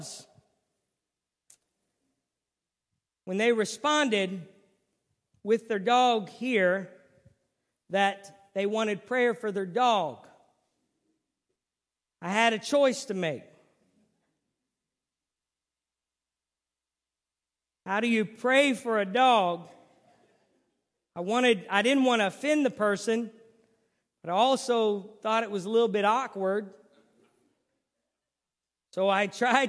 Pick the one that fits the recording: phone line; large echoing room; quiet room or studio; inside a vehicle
large echoing room